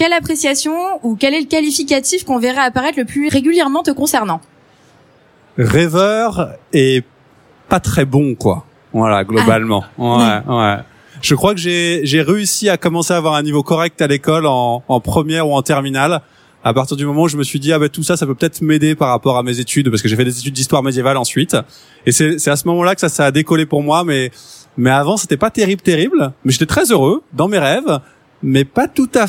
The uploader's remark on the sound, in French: Enregistrée le 02/12 à Paris Expo Porte de Versailles